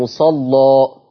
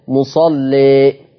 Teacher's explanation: وإحنا بنفتح الألف بنغلظ اللام مصلى، وإنت بتقلل الألف هترقق اللام مصلي. شوف لما رققت الألف قللت الألف رققت اللام مصلي، ولما فتحنا الألف غلظنا اللام مصلى.